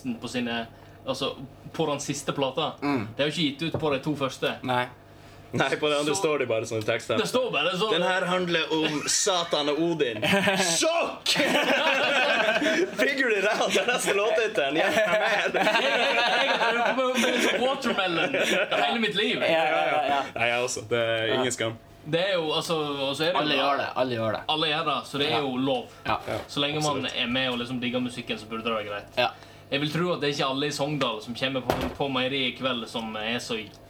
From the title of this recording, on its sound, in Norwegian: Backstage på Meieriet